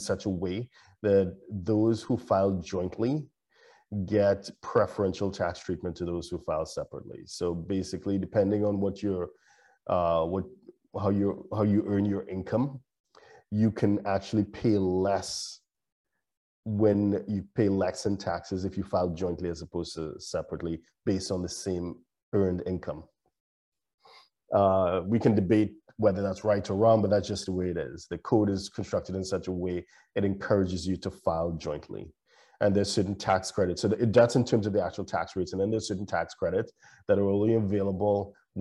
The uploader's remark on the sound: LIVESTREAM. For those joining us on Zoom.